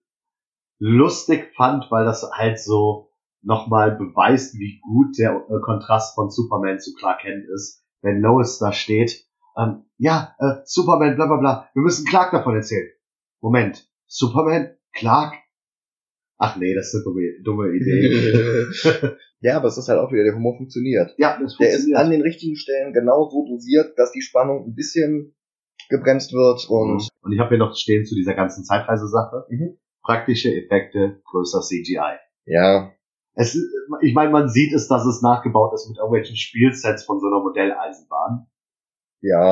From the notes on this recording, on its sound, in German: Für die erste Pilotfolge haben wir leider fürchterliche Soundqualität, die wir auch mit allen FIltern nicht verbessern konnten.